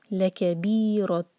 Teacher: تنوین کے بعد الف آ رہا ہے، اظہار کریں گے، کلیئر پڑھیں گے. اور یہ دمہ کی تنوین یہ نشانی ہے ہمارے لیے کہ یہاں پر ہمیں اظہار کرنا ہوگا.